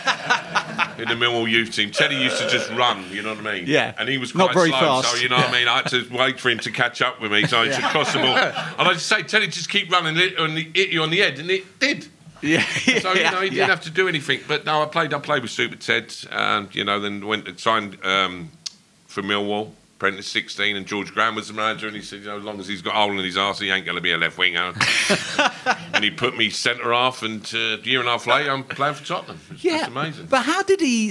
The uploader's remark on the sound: Spurs Show Live!